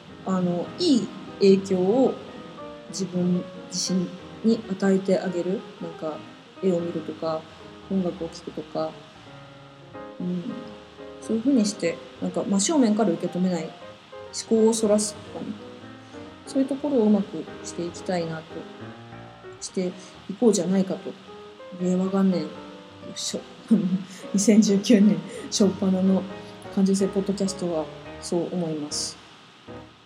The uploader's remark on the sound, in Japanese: パソコンのフィンが回っちゃって雑音多いです